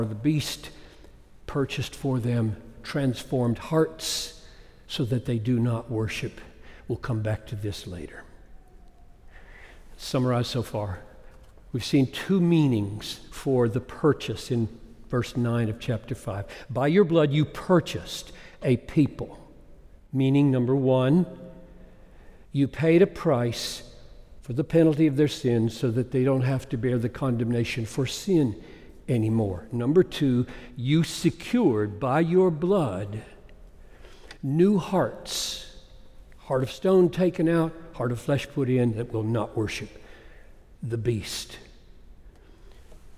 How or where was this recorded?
large echoing room